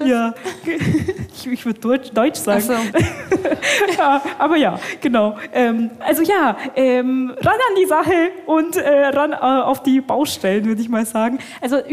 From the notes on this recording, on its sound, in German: Live auf dem Kirchentag in Nürnberg. Diese Folge ist live auf dem Kirchentag aufgenommen. Unsere erste Sendung mit Publikum!